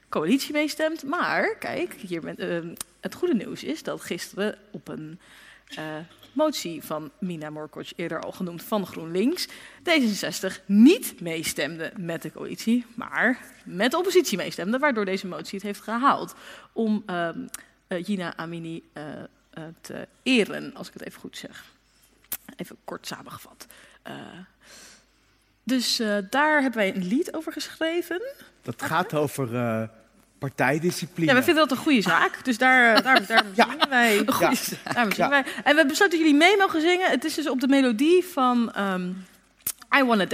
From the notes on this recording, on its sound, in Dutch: De vijftiende aflevering van ROPOPO werd vrijdag 30 september opgenomen in Arminius mét publiek.